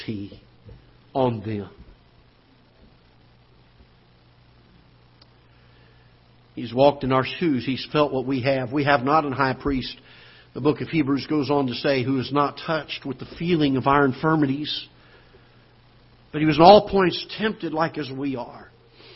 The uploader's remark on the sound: Ketha Heights Baptist Church ~ Live Broadcast.